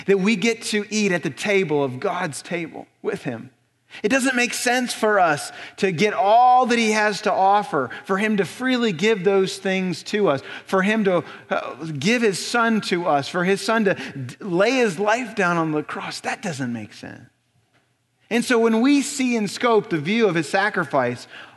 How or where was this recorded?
large echoing room